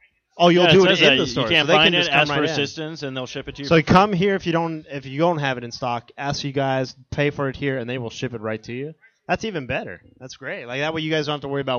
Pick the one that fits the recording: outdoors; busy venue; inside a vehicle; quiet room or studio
busy venue